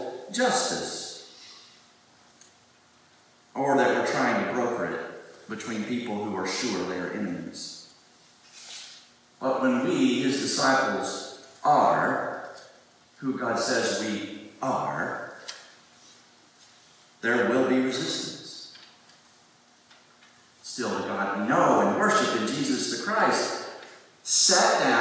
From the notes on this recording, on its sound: Please pardon the audio quality! We recorded this from a phone on the front pew.